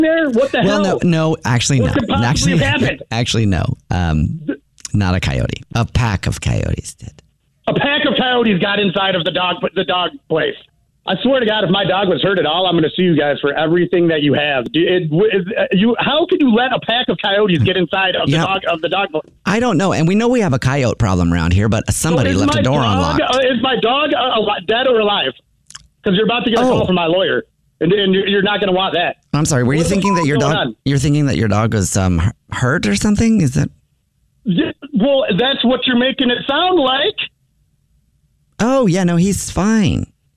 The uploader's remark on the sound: Phone Prank